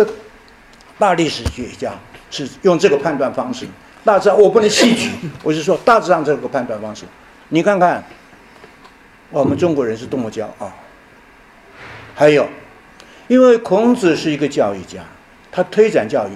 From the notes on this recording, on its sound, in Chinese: 本论坛是由 兴全基金与 复旦大学、中国科技大学、同济大学合作发起的 一项高端人文论坛。本系列音频是由“复兴论坛”系列讲座录音整理而成。